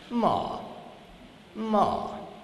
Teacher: lehet kiejteni úgy, hogy a hangmagasság csökken, esik, lejt · Term: hanglejtés